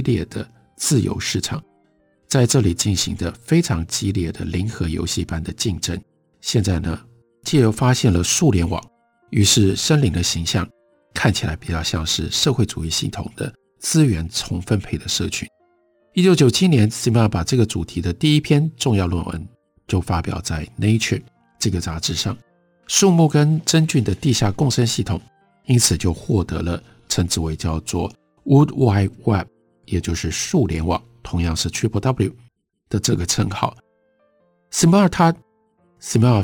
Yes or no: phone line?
no